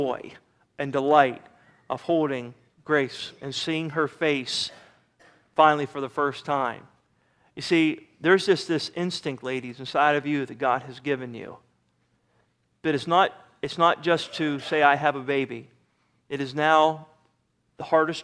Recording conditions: large echoing room